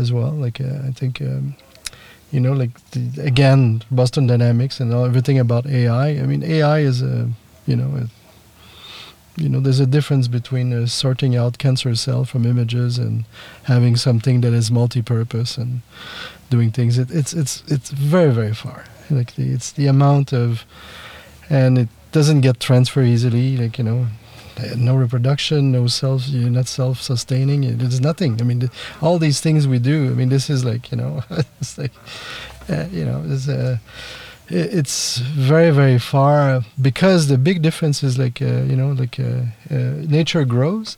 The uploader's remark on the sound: The conversation takes place in a small van behind Rakvere Theatre at the Baltoscandal’22 festival.